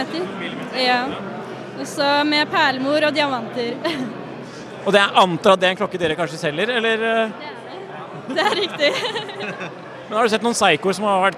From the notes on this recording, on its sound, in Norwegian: Live fra Oslo Scene. Klokkelandslaget sjekker inn live fra en fullbooket Seiko-kveld i Oslo. Hva har de over 150 gjestene på armen?